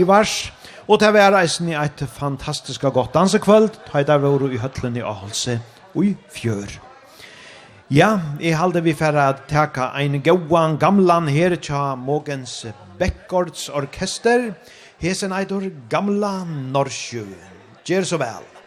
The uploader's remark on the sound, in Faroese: Upp á tá LIVE í Runavík